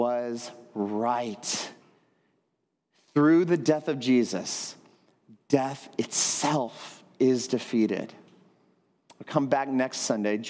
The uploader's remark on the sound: at Trinity Church, Puerto Rico.